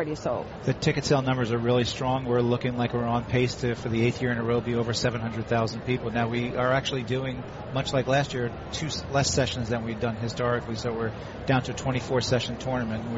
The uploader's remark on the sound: Live from the 2016 US Open.